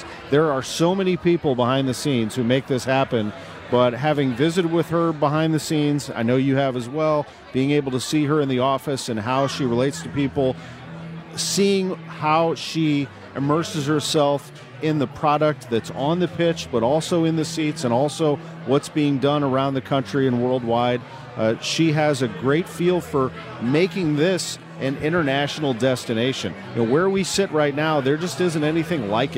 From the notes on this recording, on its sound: Prior to kick-off vs Sporting KC in Round 1 of the MLS Cup Playoffs. Broadcasts live from CITYPARK.